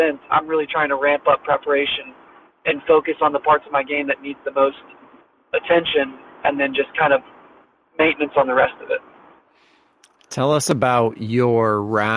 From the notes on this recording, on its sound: While he was driving to Kiawah.